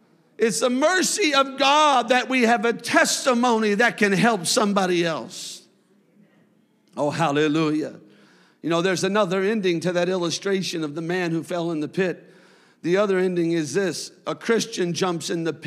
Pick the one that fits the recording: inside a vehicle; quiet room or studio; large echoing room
large echoing room